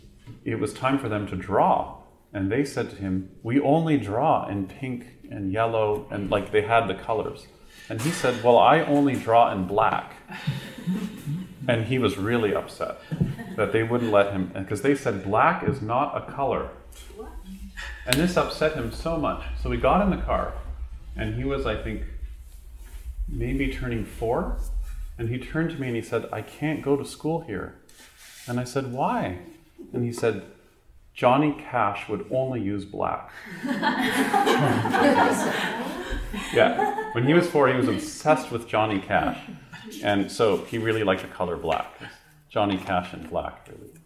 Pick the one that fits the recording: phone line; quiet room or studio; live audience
live audience